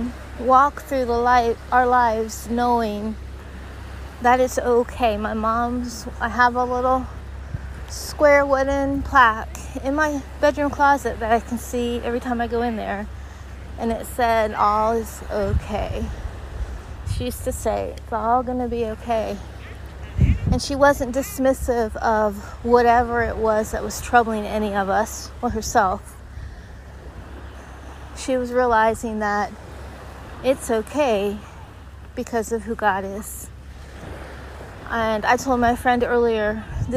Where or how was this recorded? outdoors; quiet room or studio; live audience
outdoors